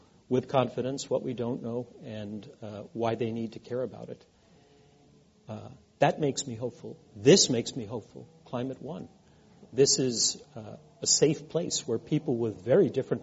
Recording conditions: live audience